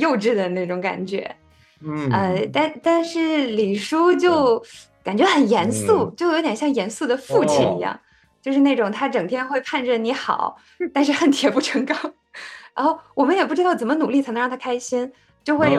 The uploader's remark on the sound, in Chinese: 我们将周六的直播做成了音频版。由于是会议录制，本期节目音质一般。